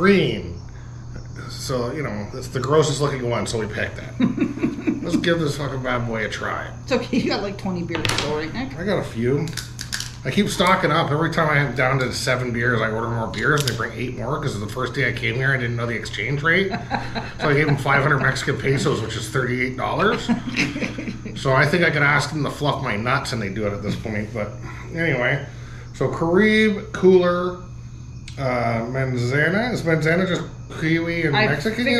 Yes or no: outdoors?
yes